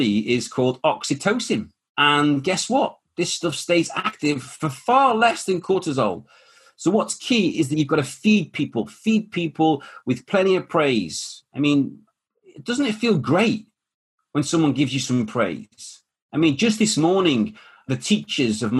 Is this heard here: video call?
yes